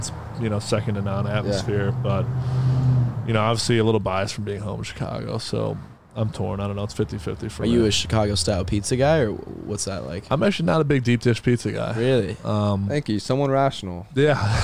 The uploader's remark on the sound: in the truck